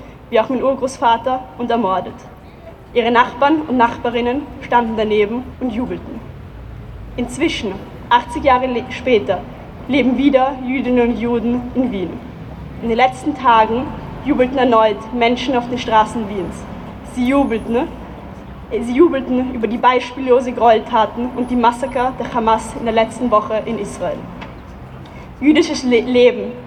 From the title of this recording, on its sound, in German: O-Ton] „Nazis raus aus dem Zweiten!“-Demo am 15. 10. 2023 in Wien